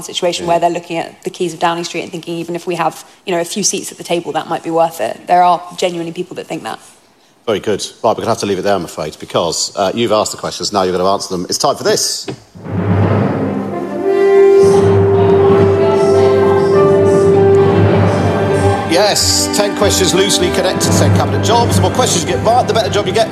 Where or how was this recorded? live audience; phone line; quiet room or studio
live audience